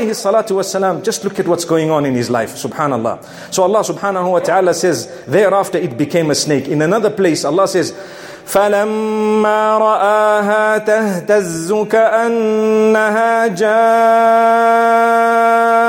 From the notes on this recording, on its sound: Jumu&#8217;ah Lecture from Masjid Al Falaah in Harare Zimbabwe